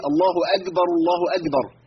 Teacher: احسنت، زحلقت لسان ناحيه الجيم، عشان كده بنسمع بيقول ايه بيقيم الصلاه يقول لك ايه الله اكبر الله اكبر، ده اخطا في ايه؟ في انه تعامل مع الكاف بعدم جريان النفس في المخرج، فبالتالي بقت شديده مجهوره